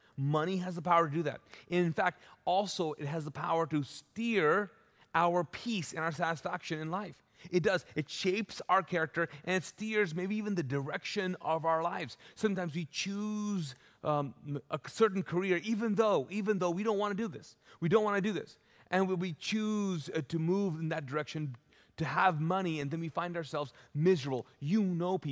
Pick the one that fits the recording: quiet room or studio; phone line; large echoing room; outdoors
large echoing room